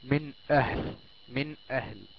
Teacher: تنطق واضحة بلا غنة ويقرعها اللسان من مخرجه · Term: الإظهار الحلقي